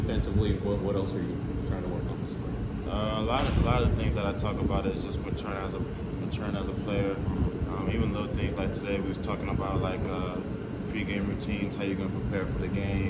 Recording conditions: busy venue